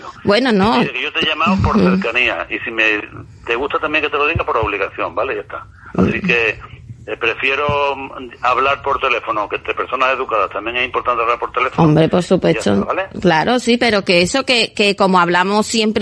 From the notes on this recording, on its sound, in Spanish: Conversación telefónica